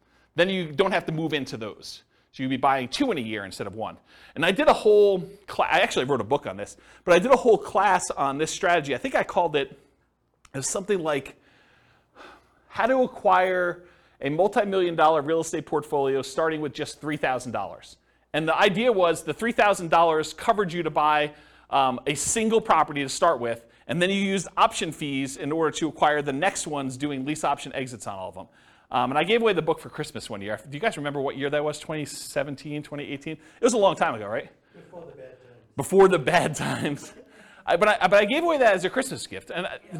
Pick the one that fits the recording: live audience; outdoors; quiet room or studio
live audience